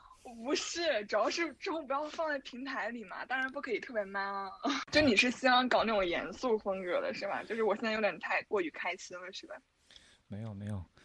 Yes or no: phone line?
yes